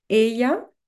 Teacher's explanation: le double L qui n'existe pas en français. On le prononce ye